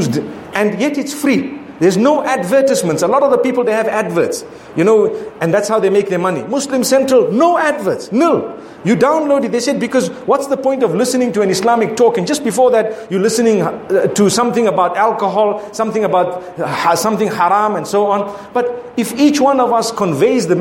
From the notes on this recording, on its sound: Friday Jumu&#8217;ah Lecture from Bulawayo Jamiah Masjid, Zimbabwe